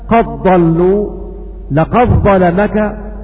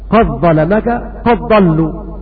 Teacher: والمعنى أن ورش يضغم دال قد في الضاد والظاء، فيقرأ هكذا قد ضلوا لقد ظلمك، والإضغام يمنع القلقلة، قد ظلمك قد ضلوا، هذه قراءة ورش.